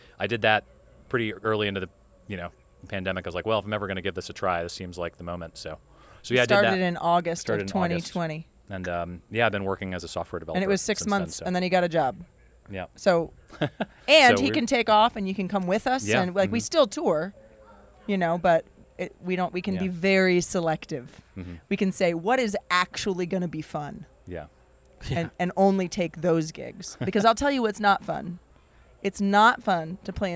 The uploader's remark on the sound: Recorded in October 2023 at the Albino Skunk Music Festival in Greer, SC, this episode also features music from their set.